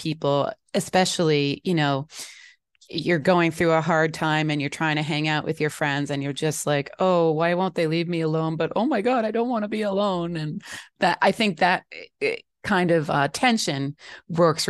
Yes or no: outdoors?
no